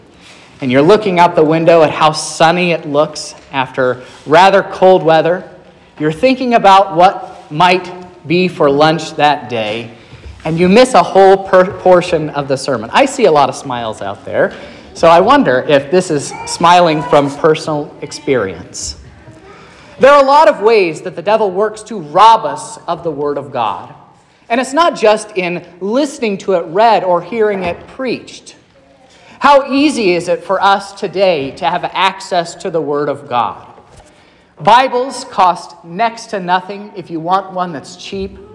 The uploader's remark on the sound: This is the sermon preached at Trinity Lutheran Church in Vallonia, Indiana, on Sunday, February 12th, 2023.